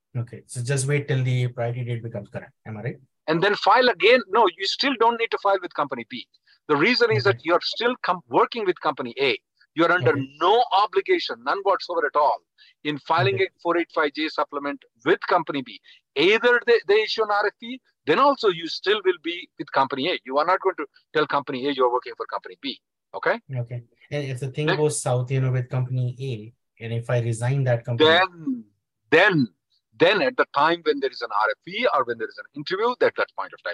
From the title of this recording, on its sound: Conference Call May 2nd 2023